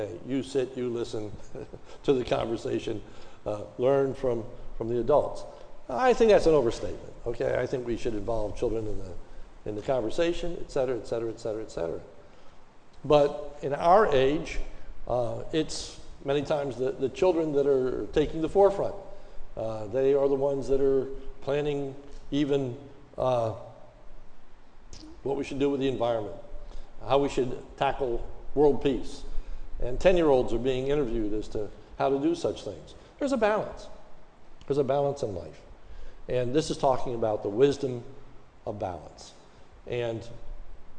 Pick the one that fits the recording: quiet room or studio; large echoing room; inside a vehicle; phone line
large echoing room